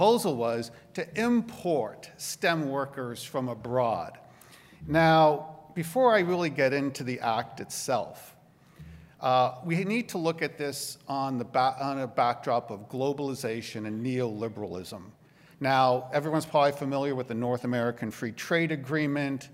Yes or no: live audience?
yes